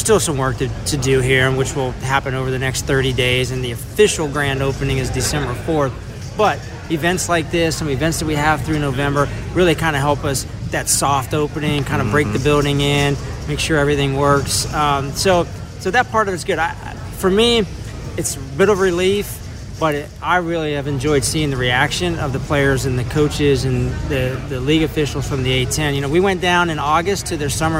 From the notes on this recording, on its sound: live from the Henrico Sports and Events Center